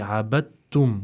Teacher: That means we don't pronounce the dal when reciting this word, and we instead say abattum. We go straight to the ta, which has a shadda on it, and pretty much skip the dal in terms of the way that we pronounce it. · Term: idgham mutajanisain